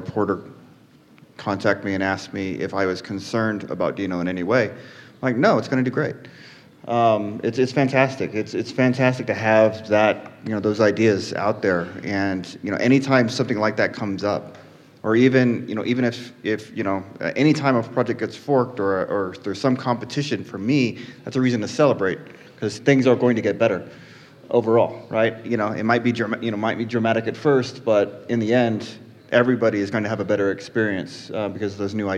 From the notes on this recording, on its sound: LIVE from NodeConf Colombia. A live show at NodeConf Colombia with a panel of 4 experts from the Node community.